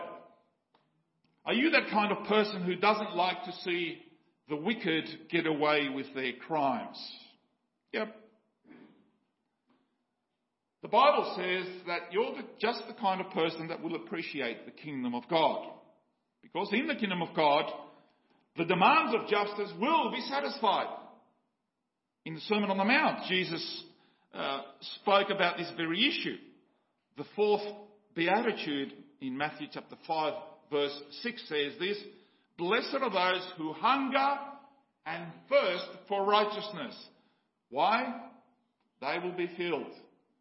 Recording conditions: large echoing room